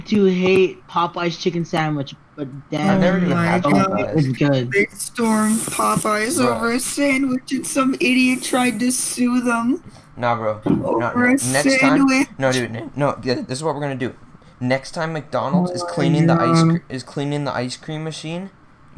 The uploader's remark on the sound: Earrape Warning